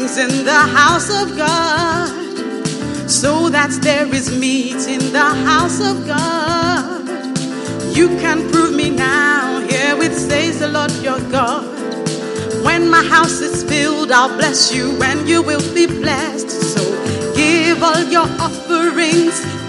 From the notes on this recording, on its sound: Preached at the First Love Center, Accra.